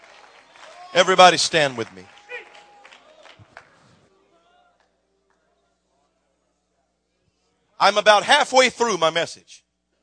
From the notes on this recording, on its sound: preaches in Burr Ferry, LA River of Living Water Conference